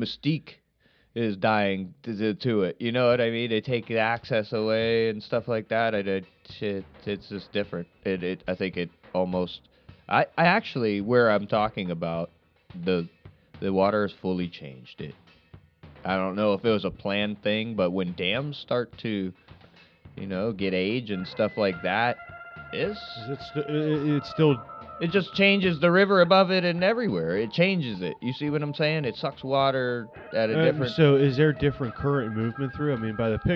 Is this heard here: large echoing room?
no